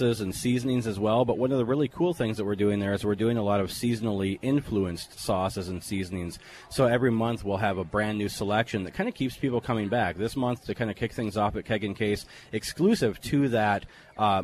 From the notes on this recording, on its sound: broadcasts live from the annual Bacon Fest in River Falls